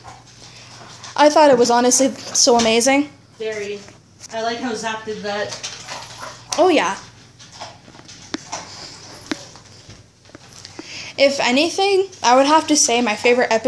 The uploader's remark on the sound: not the right mic but will get one soon